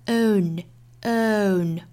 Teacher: 这里面的这个元音呢，也是要注意从 schwa sound 过渡到后面的 o，再加鼻音